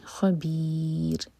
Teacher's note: را پر رکیں گے تو را ساکن کریں گے اور یہ را باریک ہوگا